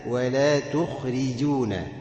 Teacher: راعي ترقيق الراء وكسرها كسر واضح، لان بعدها جيم مضمومه